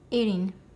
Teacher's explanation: en forma de verbo activo, la T se vuelve mucho más suave.